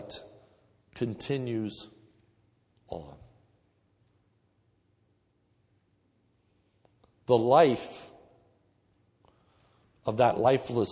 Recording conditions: large echoing room